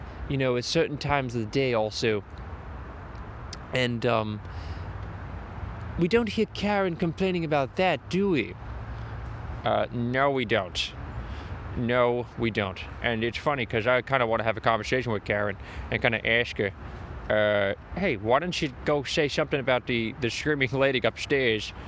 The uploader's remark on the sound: A podcast but outside (Near the Manhattan Bridge)